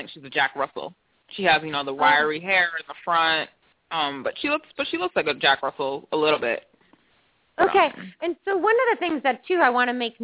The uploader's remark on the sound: open up the lines for listeners to call